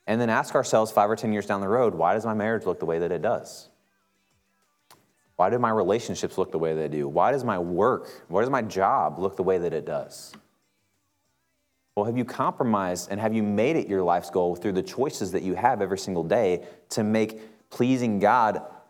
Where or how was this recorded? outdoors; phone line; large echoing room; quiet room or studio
large echoing room